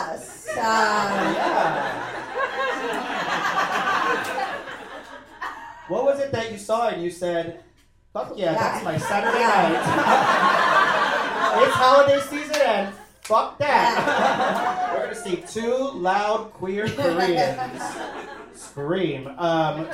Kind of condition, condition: setting, live audience